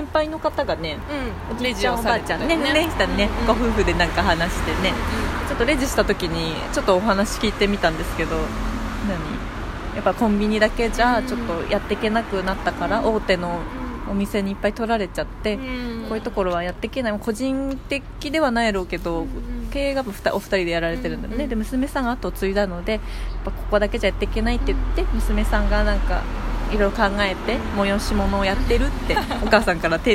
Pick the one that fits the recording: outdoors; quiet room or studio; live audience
outdoors